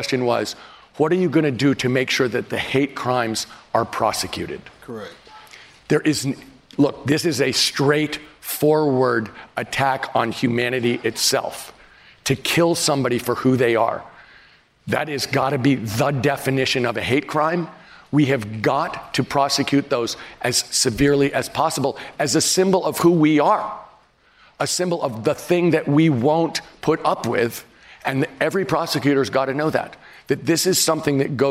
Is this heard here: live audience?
yes